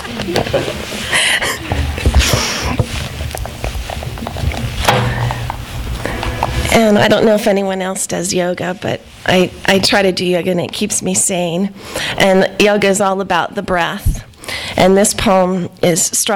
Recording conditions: live audience